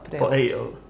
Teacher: I like when you do the glottal stop